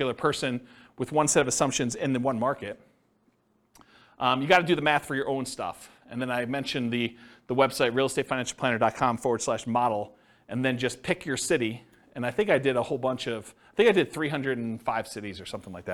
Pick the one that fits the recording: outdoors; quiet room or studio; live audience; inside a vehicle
live audience